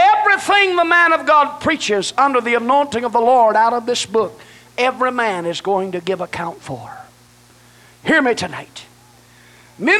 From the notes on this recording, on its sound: delivered at First Apostolic Church in North Vernon, Indiana